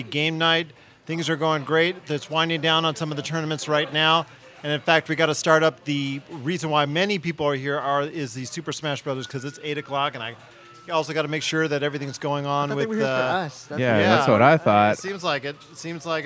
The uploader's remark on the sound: Live From Retro City Games Charity Night. Are coming at you live from Henderson, Nevada.